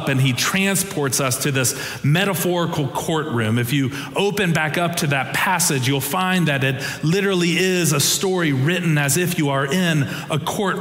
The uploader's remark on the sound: Preached on January 29, 2023 for our Traditional and MorningSong Worship Services.